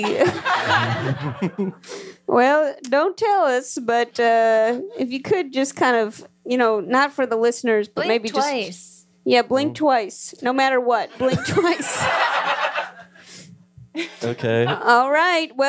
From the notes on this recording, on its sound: LIVE from the 2020 Brooklyn Podcast Festival. At Union Hall in Brooklyn, NY.